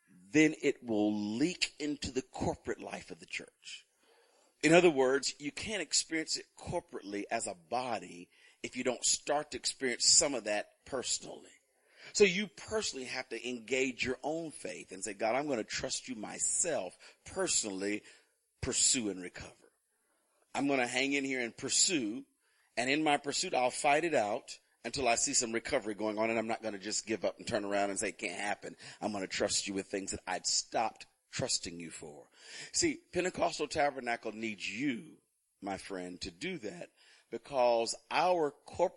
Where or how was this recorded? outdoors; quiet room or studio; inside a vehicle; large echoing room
large echoing room